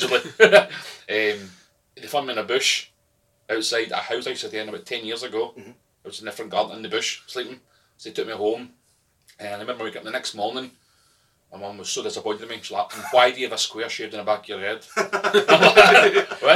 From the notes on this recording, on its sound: POOR SOUND QUALITY.